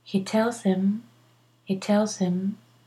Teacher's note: it's more natural not to pronounce the H